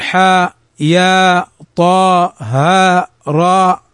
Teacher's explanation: فيمد مدا طبيعيا بمقدار حركتين